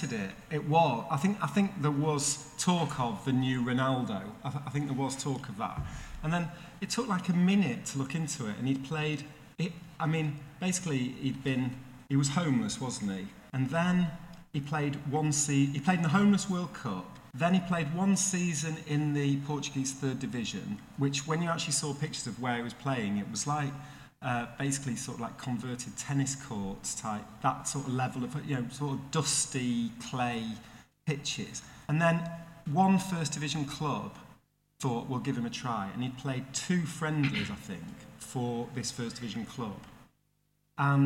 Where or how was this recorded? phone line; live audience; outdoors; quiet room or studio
live audience